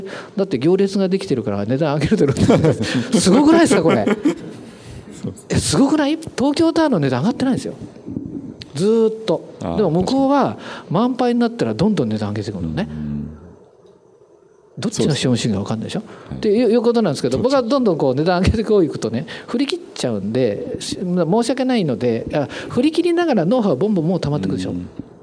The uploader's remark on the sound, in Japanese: 大阪公開収録